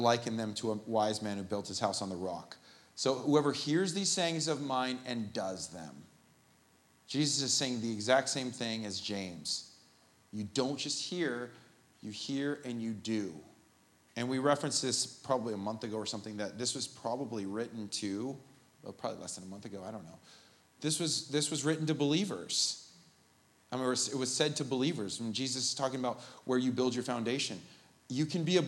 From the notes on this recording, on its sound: The Live recording of the 10am Sunday Service at Steadfast Church in Carlsbad, California